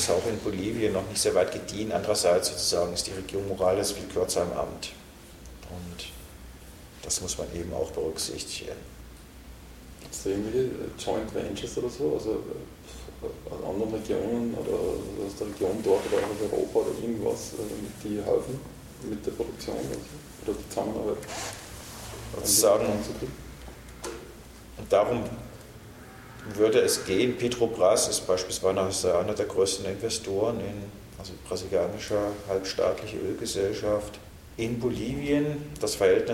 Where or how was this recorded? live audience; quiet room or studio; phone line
live audience